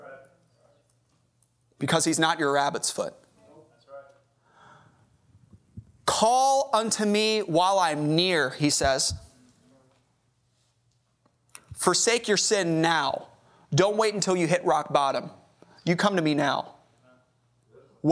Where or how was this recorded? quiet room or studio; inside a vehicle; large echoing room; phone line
large echoing room